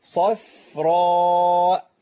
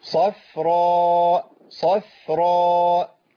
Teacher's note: الفاء بين الصاد المفخمه والراء المفخمه، فانا هخلصها بابتسامه بسيطه بعد الصاد، صفراء علشان تطلع مرققه